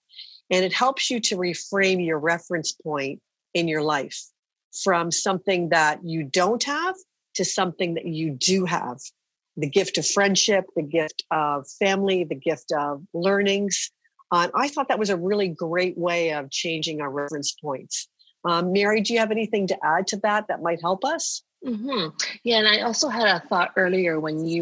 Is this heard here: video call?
yes